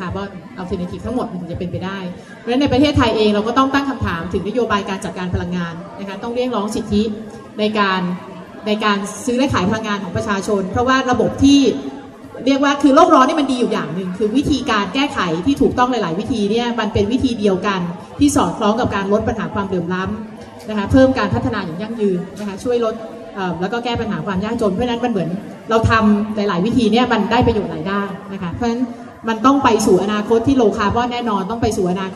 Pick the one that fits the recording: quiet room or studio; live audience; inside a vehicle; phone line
live audience